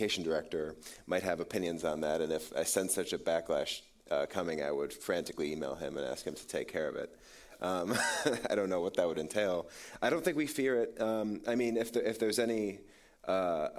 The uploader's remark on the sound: Held in person at the Cato Institute and streamed live online